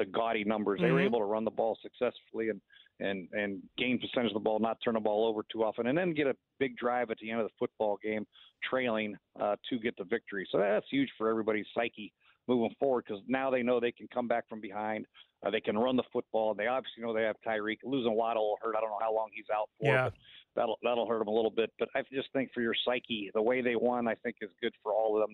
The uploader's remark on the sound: We continue to take your calls